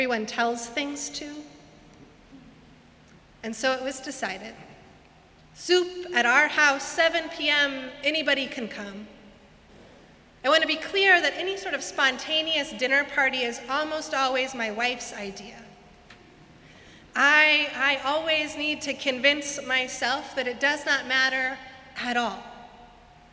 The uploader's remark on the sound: Sermons from Old South Church in Boston